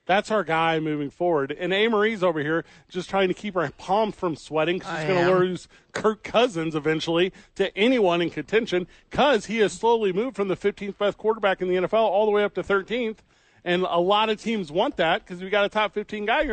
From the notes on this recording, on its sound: live from The Albuquerque Dukes Store.